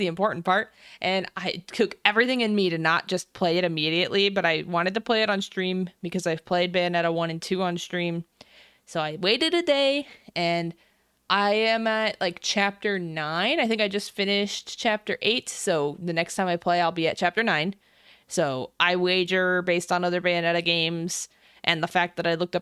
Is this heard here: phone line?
no